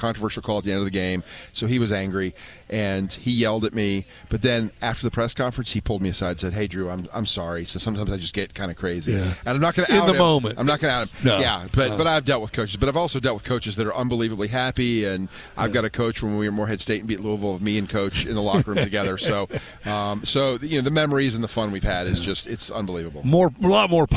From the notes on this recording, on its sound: record live at the Henrico Sports & Events Center